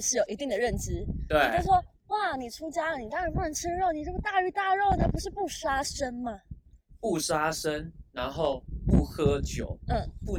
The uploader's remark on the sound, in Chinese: 首創戶外錄製。擎天崗。